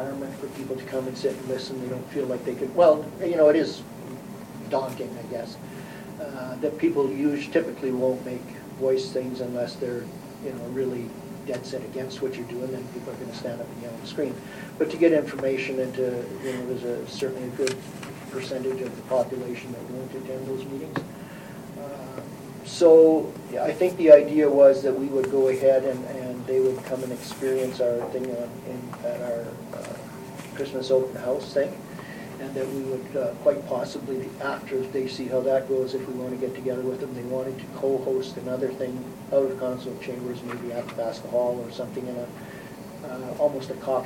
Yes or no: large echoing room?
yes